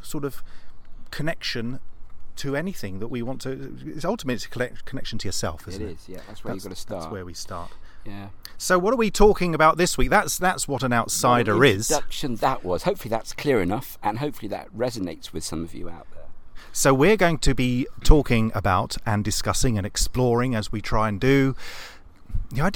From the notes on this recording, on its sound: Live from Regents Park, London. Meet up again for a 'live' podcast discussion, this time in the woodlands of one of London's most central and beautiful parks.